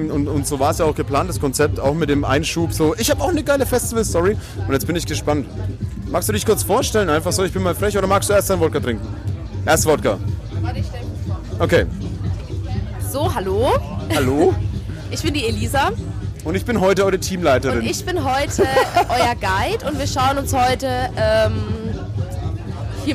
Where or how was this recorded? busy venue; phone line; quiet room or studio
busy venue